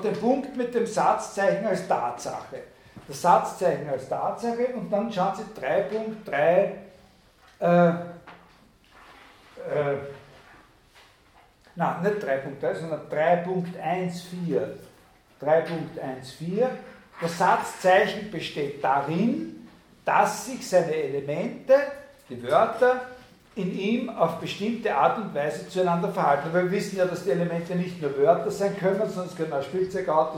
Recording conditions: large echoing room